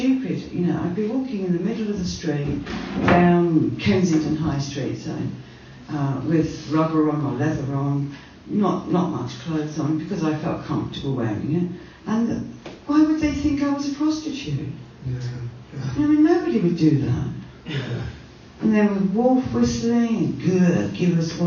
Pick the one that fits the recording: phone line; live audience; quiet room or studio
live audience